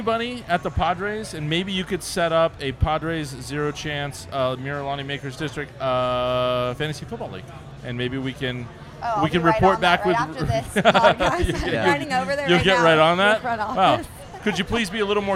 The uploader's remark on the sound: We posted up and received the king's treatment from Social Tap just outside of Petco Park. We posted up and received the king's treatment from Social Tap just outside of Petco Park.